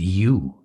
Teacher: The first spoken with the full yod, you, while the second is spoken using a diphthong instead, E-U, or even A-U